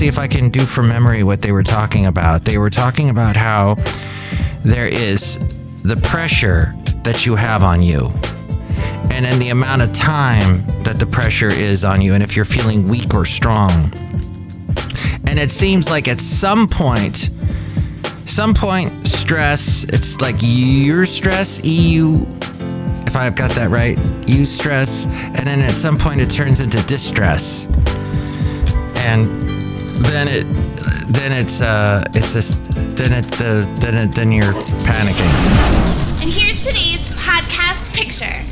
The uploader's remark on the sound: podcasts live from Café Anyway